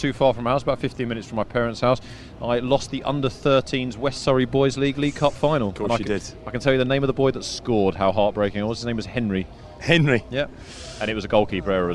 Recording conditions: busy venue